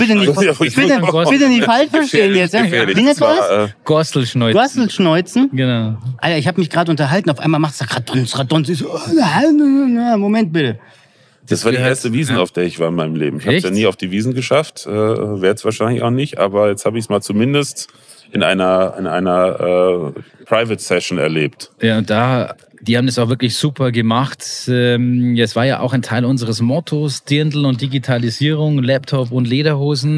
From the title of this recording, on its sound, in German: Live aus dem Podcast PopUp Studio